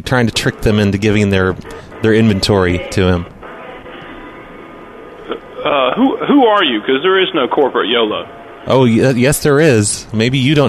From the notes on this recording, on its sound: Prank Phone Calls